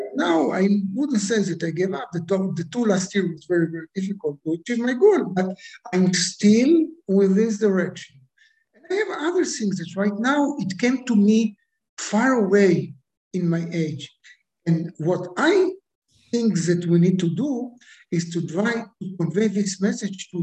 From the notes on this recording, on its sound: goes international via Zoom